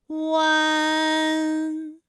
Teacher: 乌安的发音的时候呢，是从圆唇的后高元音乌开始，口型迅速的由合口变为开口状